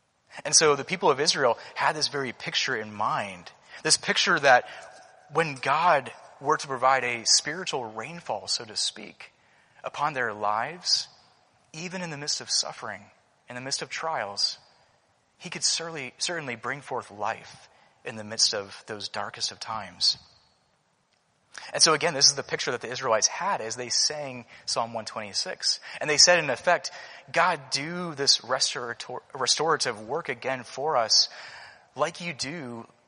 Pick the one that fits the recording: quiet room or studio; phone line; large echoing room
large echoing room